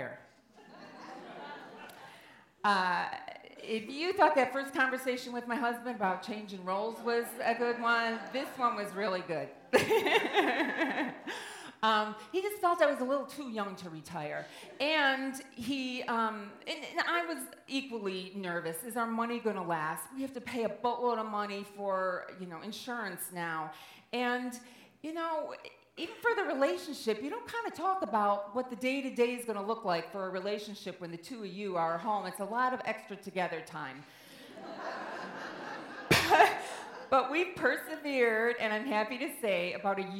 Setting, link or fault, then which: setting, live audience